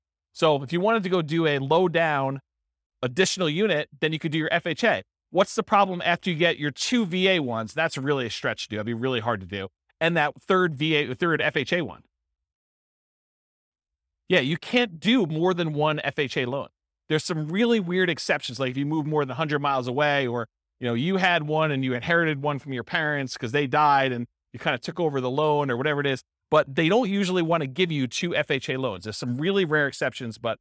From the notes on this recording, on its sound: This was a live class recorded